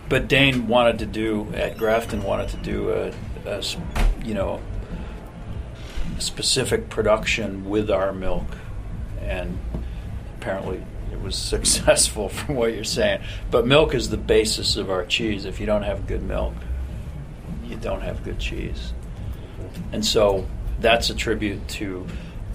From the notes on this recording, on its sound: Were at the event and recorded some great interviews that they are sharing with listeners today. Re-live the 2014 Cheesemonger Invitational.